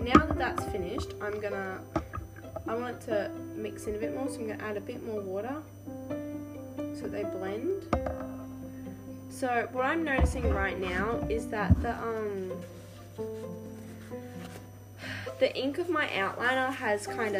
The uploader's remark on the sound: That strange humming noise in the background? I do not know what that is!?